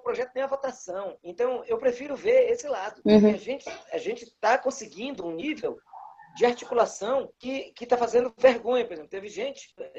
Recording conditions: video call